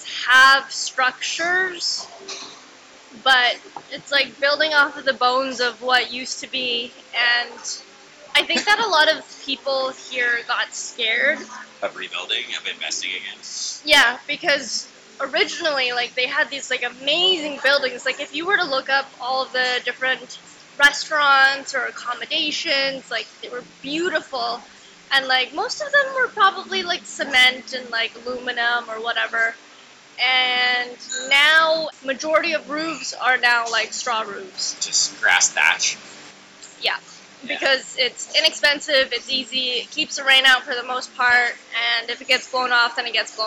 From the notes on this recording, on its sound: Please forgive the sound quality, we recorded in a full coffee shop and if you put a seashell up to your ear you can hear a bit of glorious 90s rock. Siargao, Philippines.